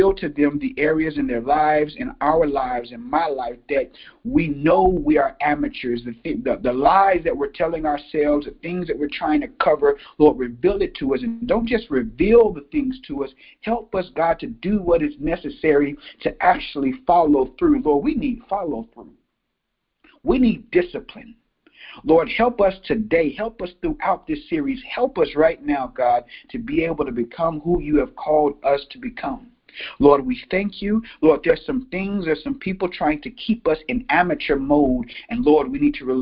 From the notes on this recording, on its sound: This 5-day teleconference devotional